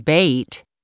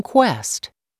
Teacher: The vowels O and E have 2 pronunciations but are spelled the same. Closed E as in bait and open E as in quest.